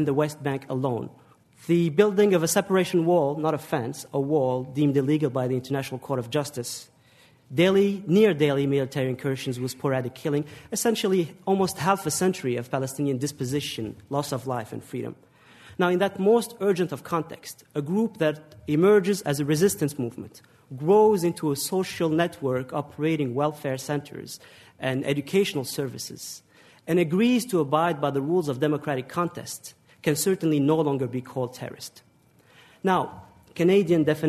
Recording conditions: live audience